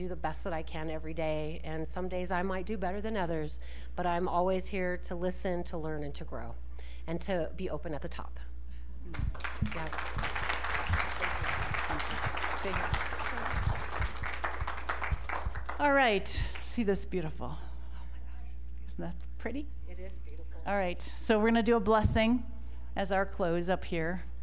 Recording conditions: live audience